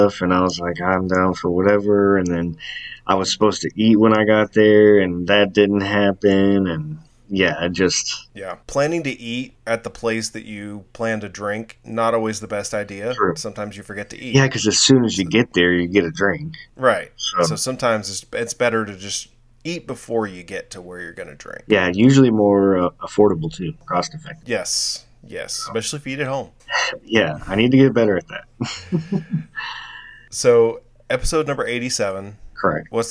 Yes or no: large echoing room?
no